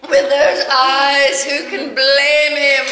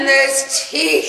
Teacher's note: some of the words, the syllables get drawn out, like the way you say eyes, blame, even teeth in this clip